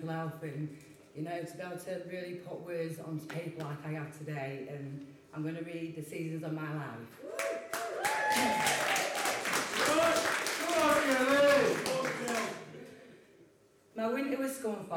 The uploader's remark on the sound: This mini-episode is our final recording made at the very successful book launch of Tales from the East Marsh by our very own East Marsh Writers Group, Quills.